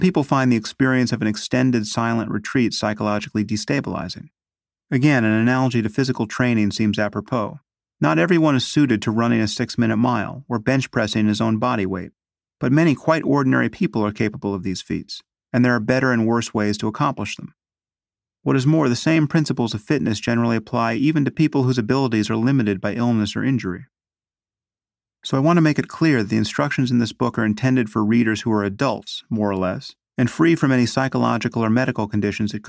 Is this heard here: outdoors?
no